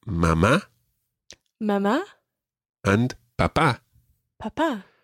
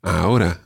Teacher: Mamá and papá both have accents on the last syllable. · Shown in: first take